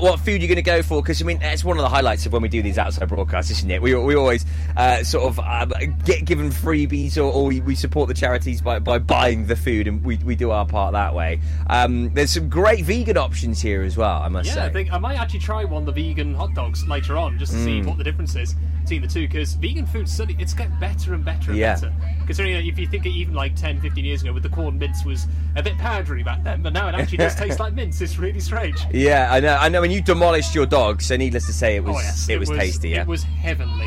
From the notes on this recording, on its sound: Live from Greenacres Open Day